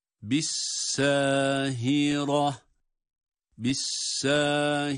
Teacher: Son ayeti kerimede fe izahum bisahira, bisa derken sin ince ve bir elif miktarı med. · Bu ha, boğazın ortasından çıkmayan ha olduğunu defalarca söyledik